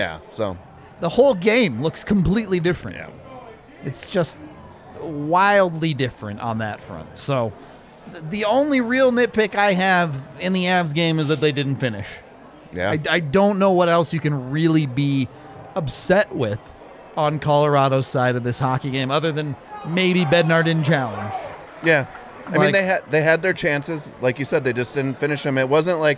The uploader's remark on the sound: LIVE from the DNVR Bar